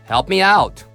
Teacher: help と out のこの2つの単語にストレスを置きましょう。リズムをね取りましょう。